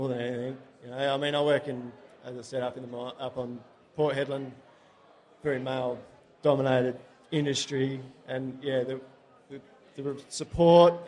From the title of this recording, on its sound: Movember LIVE Show